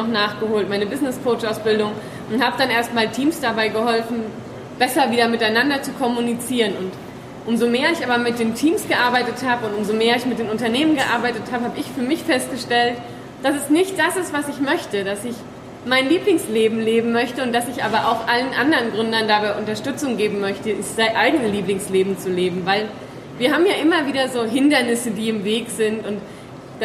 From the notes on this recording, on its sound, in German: Live-Mitschnitt vom Sidepreneur Meetup Frankfurt. Wir haben die Panel-Diskussion von vier Sidepreneuren aufgenommen.